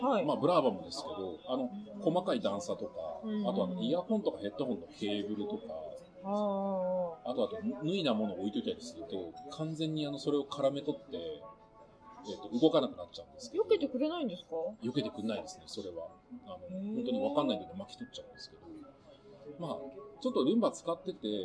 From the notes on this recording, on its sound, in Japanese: 喫茶店で収録したため、BGMがかなり入り込んでしまいました……がんばってノイズ除去にチャレンジしたのですが、聴きづらい箇所もあります。